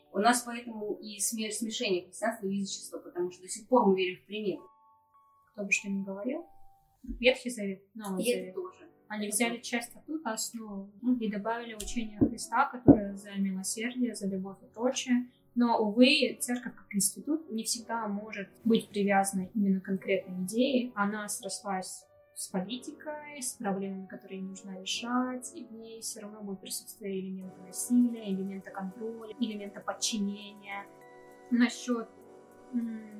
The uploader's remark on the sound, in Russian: У данного выпуска специфичный звук из-за формата "интервью в гостях", а так же были небольшие технические накладки с аппаратурой, поэтому небольшой дисклеймер и извинения перед любителями чистого звука.